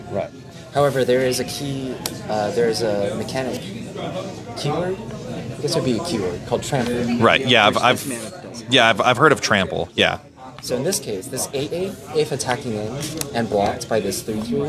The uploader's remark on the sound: Live at Doc's Comics and Games